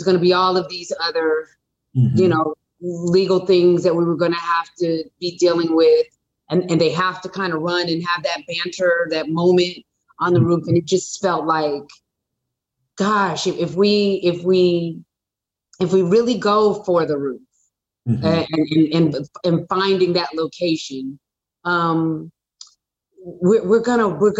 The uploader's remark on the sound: in a spoiler-filled virtual Q&A